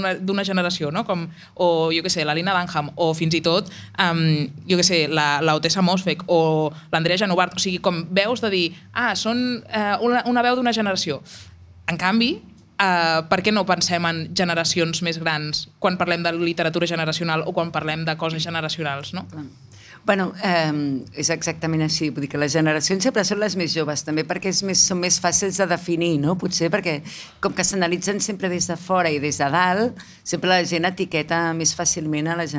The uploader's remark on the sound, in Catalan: En un capítol en directe des de l’Antiga Fàbrica Damm en el marc de la jornada de pòdcasts contra la pressió estètica que va organitzar Radio Primavera Sound amb el Departament d’Igualtat i Feminismes.